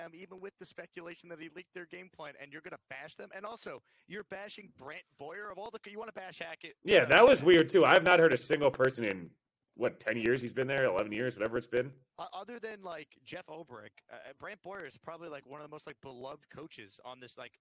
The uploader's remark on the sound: Live from the NFL Combine